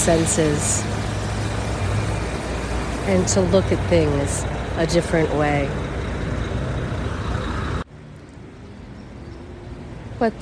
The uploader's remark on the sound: LIVE from the famous steps of Philadelphia. Outside the Museum of Art in Philadelphia, Pennsylvania, USA. This is a special on location Walk and Talk of our Mindfulness Summer Tour 2022. This is Eakins Circle, a fountain, statues and a view of the famous steps. You can listen to the cars, see the art work around and even sit beneath the trees and listen to the birds.